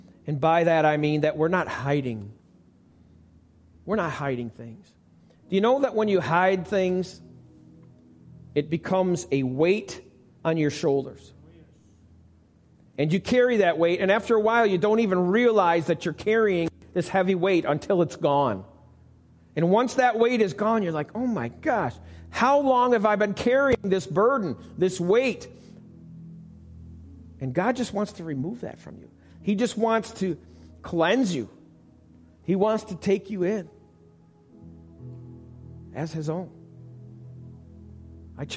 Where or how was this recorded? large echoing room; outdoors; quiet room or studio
large echoing room